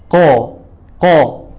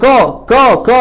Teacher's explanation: اللسان بينضغط لفوق مع اللهاء، بيقوموا خابطين في بعض، يقوموا عاملين حرف القاف · Shown in: first take